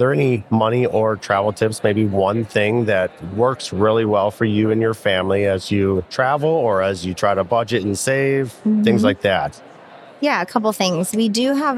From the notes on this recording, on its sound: I tried something new this year at FinCon — recording live from the FinCon Podcast Booth.